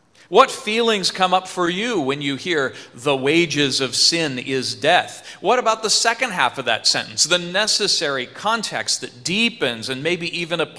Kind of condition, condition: setting, large echoing room